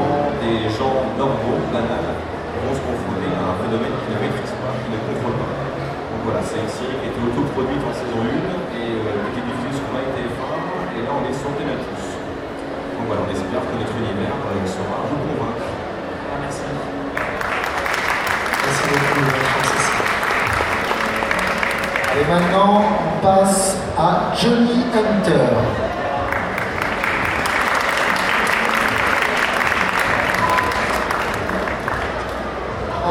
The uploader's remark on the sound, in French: On continue avec les enregistrements effectués lors de la dernière édition du TGS, avec cette fois ci l'inauguration du FFW !